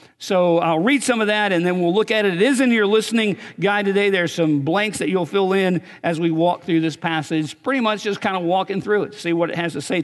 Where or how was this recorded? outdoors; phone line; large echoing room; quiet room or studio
large echoing room